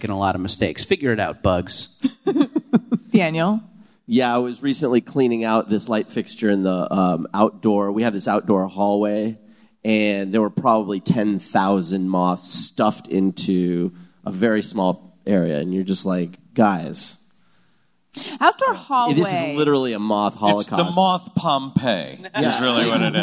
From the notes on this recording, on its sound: Live from Podfest. Live at the LA Podcast Festival.